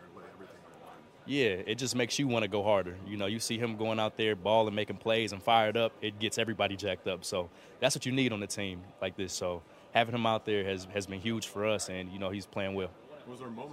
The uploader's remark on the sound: Press Conference